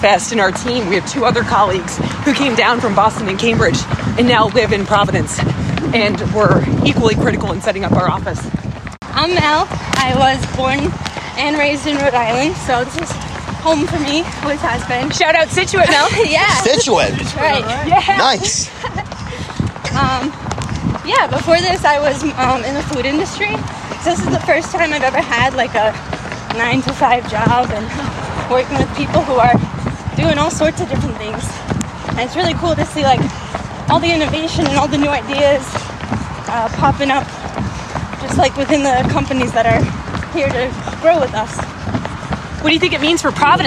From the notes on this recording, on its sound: for a jog through downtown Providence